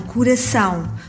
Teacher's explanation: É uma vogal cujo ar passa pelo nariz. · Term: vogal nasal